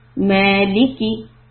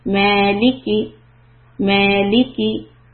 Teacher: I have to do the raising of the voice with the first sound. · Shown in: second take · Ma and then liki.